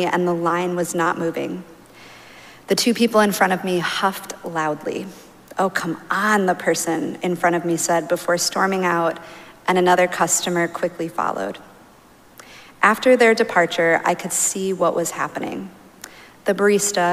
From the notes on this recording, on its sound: Recorded live at Arlington Street Church.